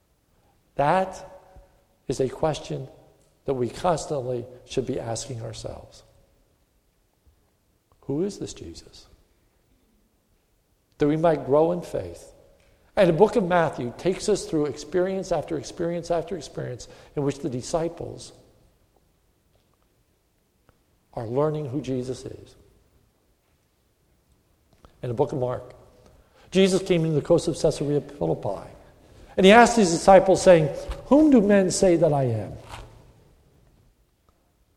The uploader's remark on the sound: a sermon recorded at the Lebanon Bible Fellowship Church, in Lebanon, PA, on 7/6/2014 during the morning service